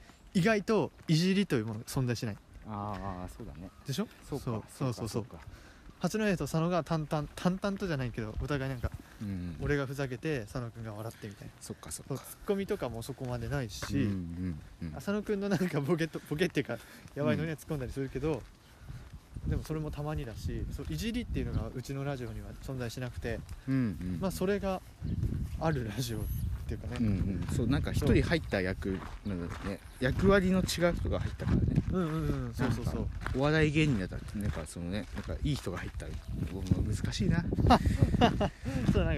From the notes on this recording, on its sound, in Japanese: 運動公園からお届け！Anchor←このアプリで収録してます。